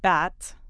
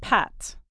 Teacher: The b sound does not emit air, while the p sound does. · Term: voiced and unvoiced consonants